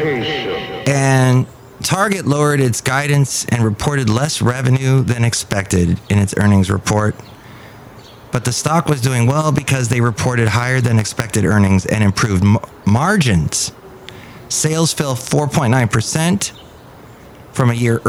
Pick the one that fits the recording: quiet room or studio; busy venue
busy venue